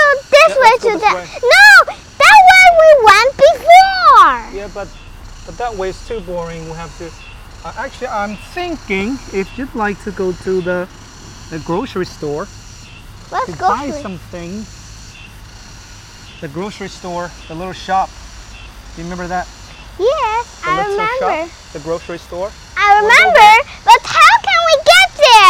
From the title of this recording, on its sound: Walk and Talk